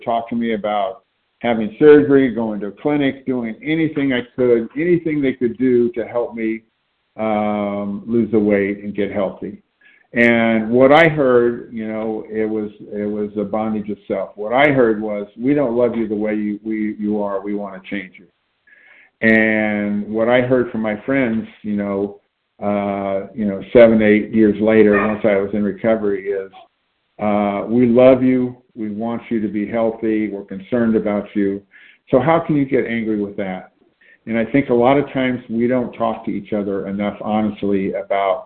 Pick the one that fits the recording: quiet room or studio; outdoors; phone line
phone line